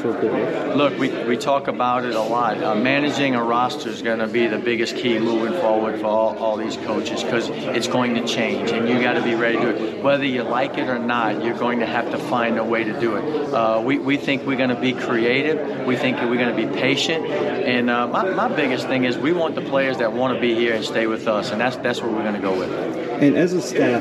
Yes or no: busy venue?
yes